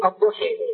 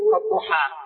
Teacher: هناك من العرب من يقرأ بالإمالة، وهناك من يقرأ بالفتح، منهم من يقول الضحي، ومنهم من يقول الضحى، ومنهم من يقول الضحى بالتقريب بين الفتح وبين الإمالة.